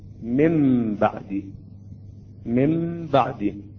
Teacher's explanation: النون إذا جاء بعدها حرف الباء تنقلب هذه النون إلى ميم، تنقلب هذه النون الساكنة أو التنوين إلى ميم. · Term: إقلاب